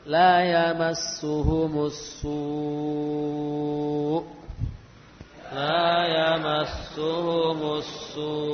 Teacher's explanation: Lalu hamzahnya tampakkan dengan cara kita menaikkan nada as-su ya. Baik.